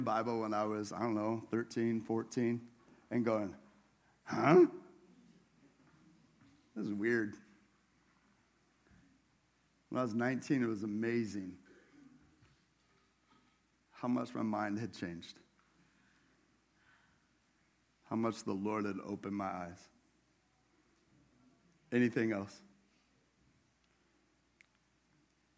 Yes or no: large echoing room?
yes